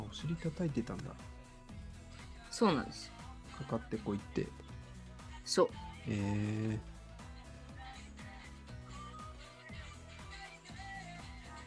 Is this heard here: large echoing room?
no